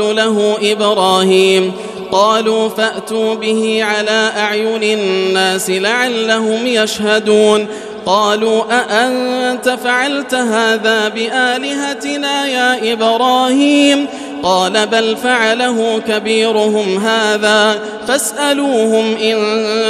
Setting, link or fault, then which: setting, large echoing room